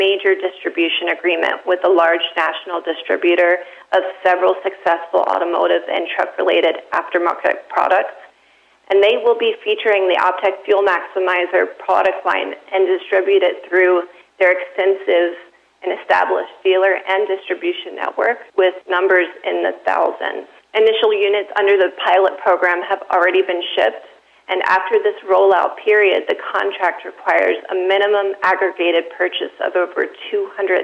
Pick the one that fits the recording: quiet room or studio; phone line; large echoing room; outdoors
phone line